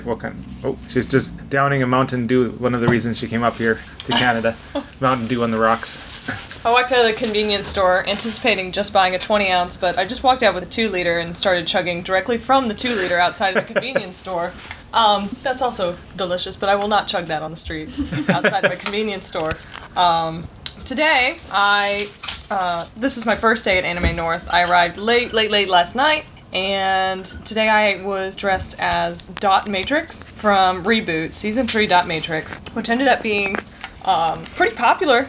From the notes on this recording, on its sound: As we recap our experiences at Anime North 2014 in Toronto, Canada. The audio quality varies in this episode as we recorded some of the clips each day at the convention.